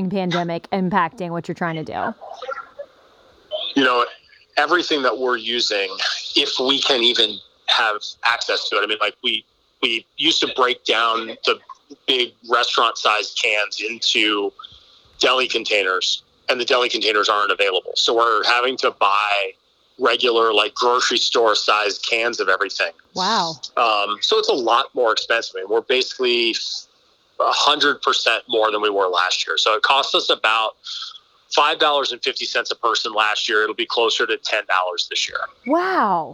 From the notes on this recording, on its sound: the line is open for our annual call in episode